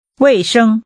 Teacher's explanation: The tones are falling and high level.